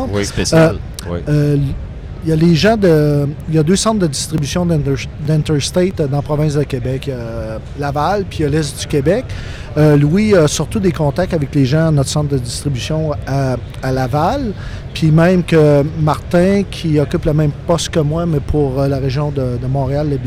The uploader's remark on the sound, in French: Show du 7 avril en direct du Salon Auto Sport de Québec!